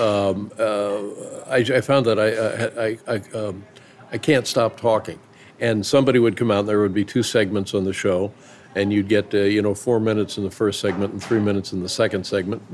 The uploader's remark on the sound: This conversation was recorded at Canter's (a famous 24-hour Deli in Los Angeles) right before the world shut down.